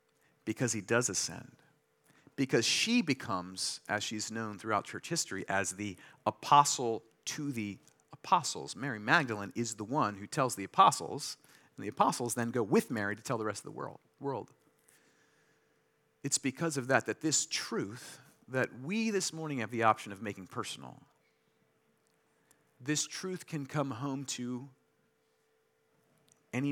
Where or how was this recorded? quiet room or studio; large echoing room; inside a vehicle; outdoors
large echoing room